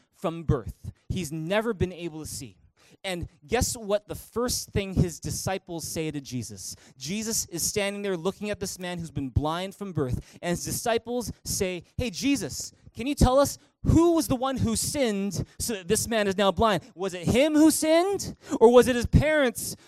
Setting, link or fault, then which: setting, large echoing room